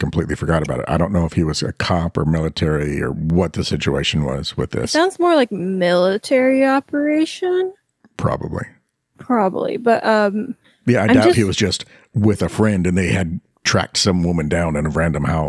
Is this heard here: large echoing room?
no